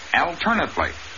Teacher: In the adverb form of the same word, the accent is on the second syllable, alternately, but the A is still short.